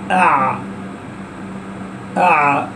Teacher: نجد أن الصوت لم ينقطع فيه كانقطاع الباء والقاف، ولكنه لم يجري جريان الشين والثاء · Term: التوسط